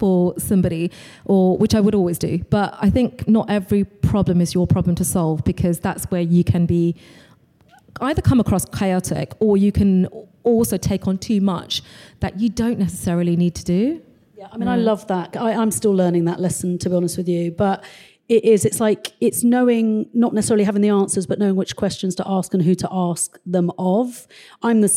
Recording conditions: busy venue